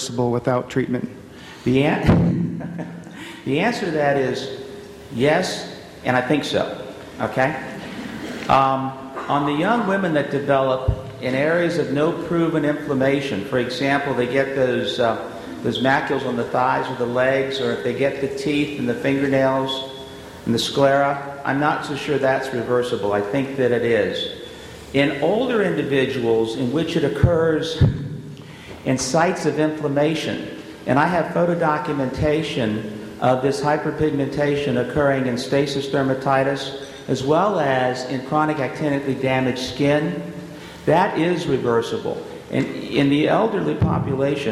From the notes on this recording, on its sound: This audio podcast is from the SDPA’s 7th Annual Fall Conference in Scottsdale, Arizona.